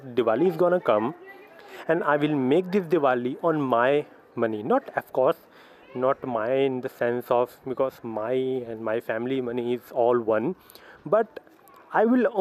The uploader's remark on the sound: I quickly grabbed my phone and now, I am doing this